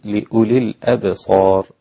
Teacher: خلي بالك من ترقيق اللام مع كسرها لأولي الأبصار عشان أثناء الوصل ممكن تكون الكسرة غير واضحة فتبقى شبيهة بالساكنة لأولي الأبصار، لا لي لام كسرة لي لأولي الأبصار، بارك الله فيك.